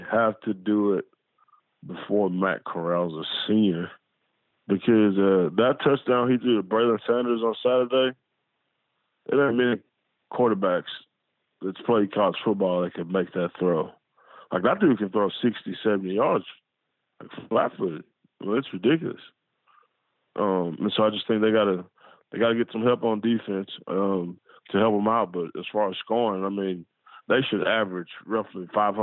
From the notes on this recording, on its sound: on the Modern Woodmen phone line